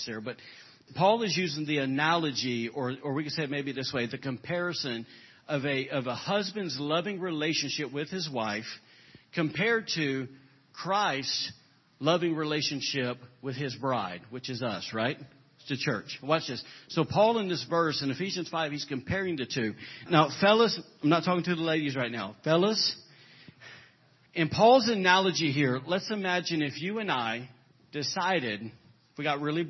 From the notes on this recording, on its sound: Was recorded on April 30, 2017 during Sunday morning service at Celebration Life Family Church.